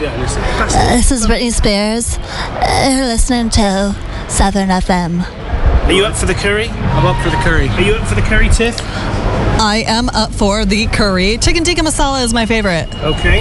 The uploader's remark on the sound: At London's famous Paddington Station. A few beers, chat and then a curry in Spring Street, Paddington.